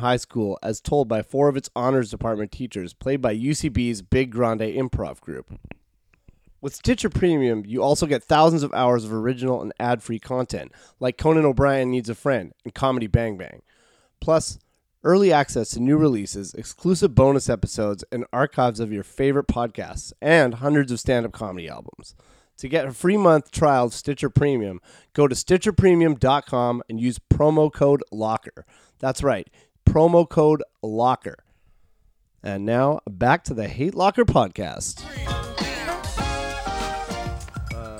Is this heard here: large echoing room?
no